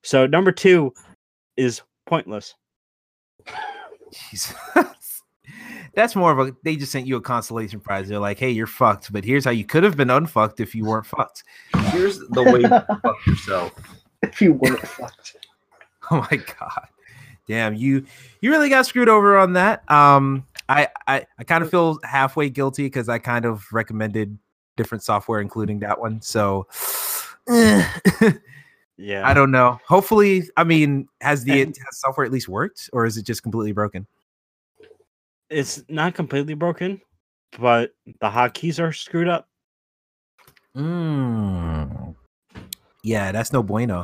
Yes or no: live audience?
no